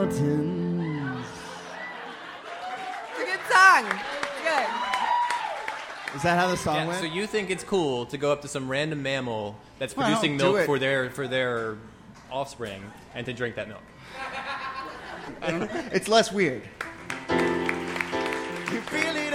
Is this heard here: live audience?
yes